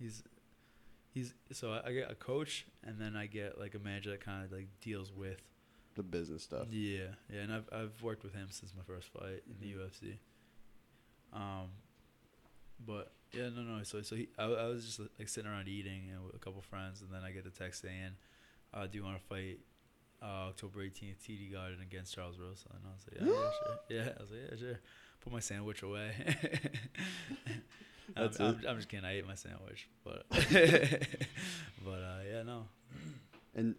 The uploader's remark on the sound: Sorry about the lack of time stamps and quieter audio on this episode. We worked with an out-of-house producer on this episode.